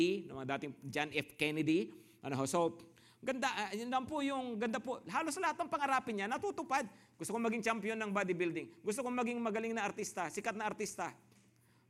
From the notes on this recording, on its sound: Preached last June 18, 2023 at Grace Testament Church's 10:00 AM Service.